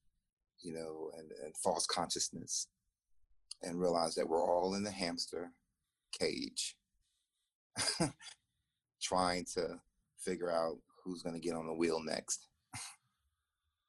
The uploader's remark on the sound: Good to see you over Zoom